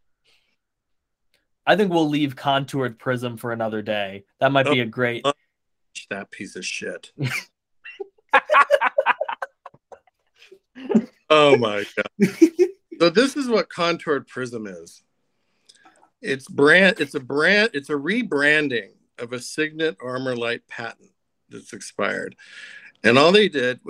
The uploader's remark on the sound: Recorded with Google Meet